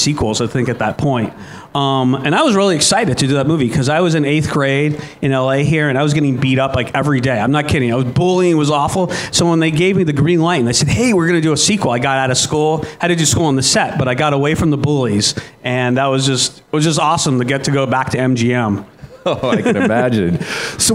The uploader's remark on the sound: Live at Propstore